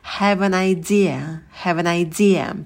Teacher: Во-первых, мы слово have прицепляем к артиклю an. Потом артикль an прицепляем к существительному idea.